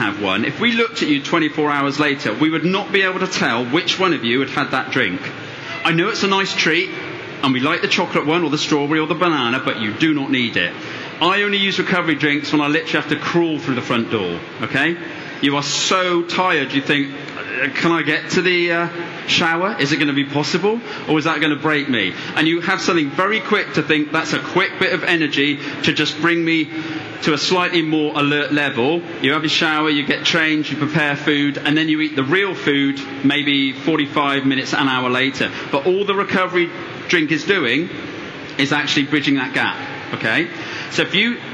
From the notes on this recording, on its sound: Recorded at the London Tri Show.